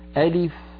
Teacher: ألف لا مد فيها لأنها تتألف من همزة مفتوحة ولام مكسورة وفاء ساكنة